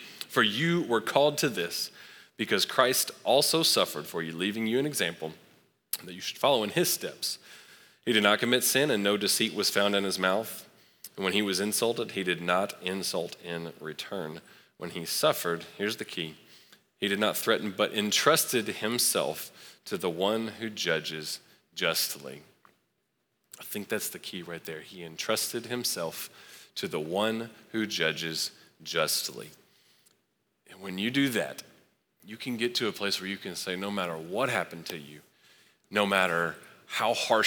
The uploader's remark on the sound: Recorded live at Long Hollow Church.